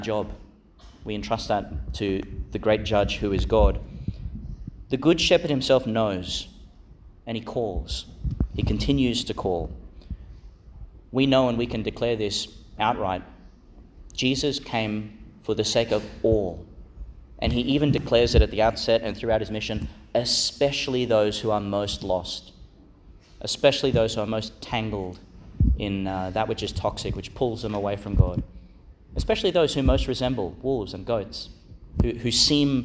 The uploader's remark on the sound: Homily for the Fourth Sunday in Eastertide, delivered in Our Lady Star of the Sea Catholic Church, Gladstone Qld.